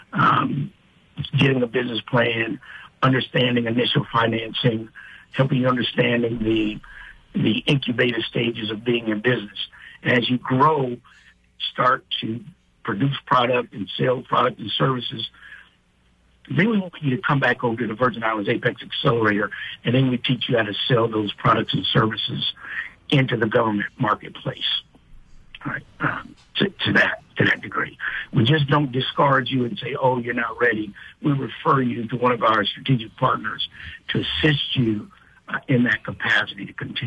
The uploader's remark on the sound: speaks on the phone